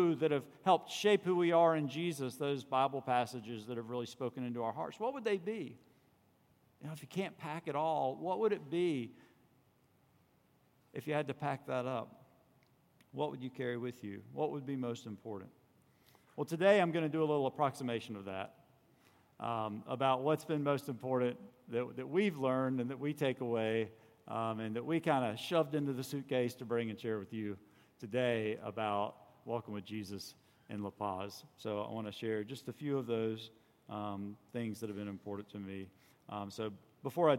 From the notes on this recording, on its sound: On Sunday, June 16 at Redeemer Presbyterian Church in Charleston, SC, we heard the Word preached from Rev.